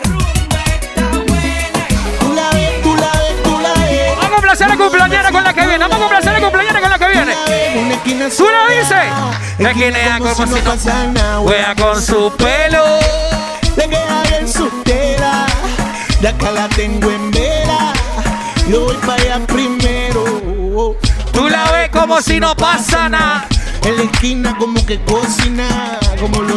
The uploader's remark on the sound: Live Session at 5to5 Hotel Hilton Panamá